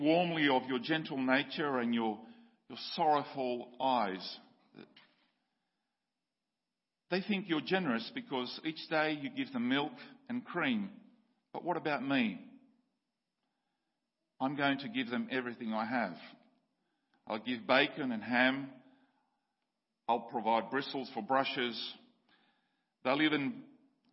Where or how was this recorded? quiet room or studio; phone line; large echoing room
large echoing room